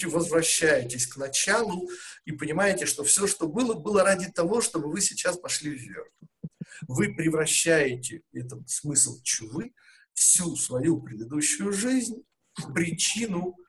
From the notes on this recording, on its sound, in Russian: Запись вебинара